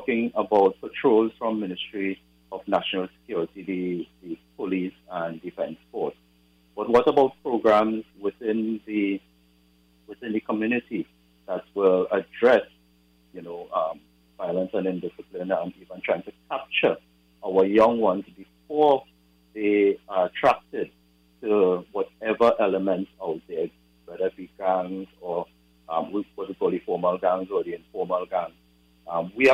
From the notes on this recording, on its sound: we take more calls from the audience